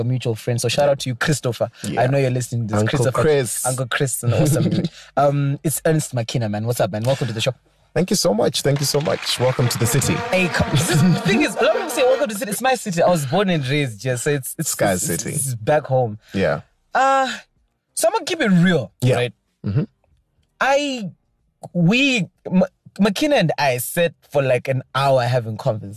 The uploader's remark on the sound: recording an interview in a car!